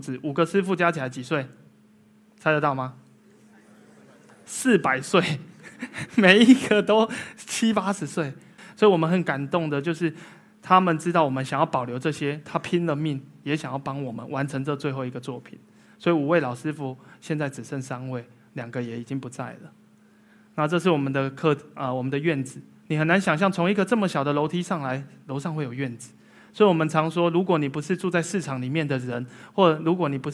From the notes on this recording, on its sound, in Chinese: 一席现场